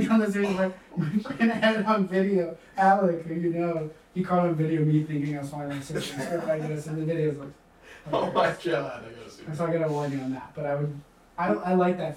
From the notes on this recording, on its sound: We had some audio issues this week, and greatly apologize.